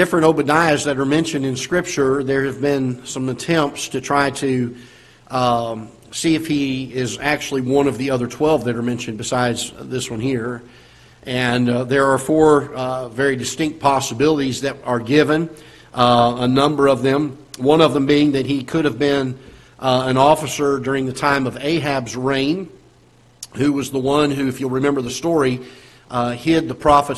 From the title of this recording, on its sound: Ketha Heights Baptist Church ~ Live Broadcast